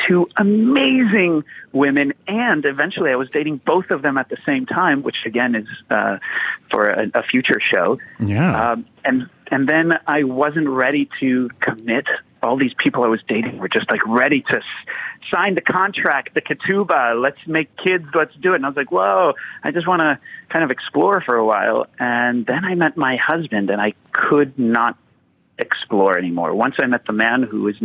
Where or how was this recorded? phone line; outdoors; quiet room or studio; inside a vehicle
phone line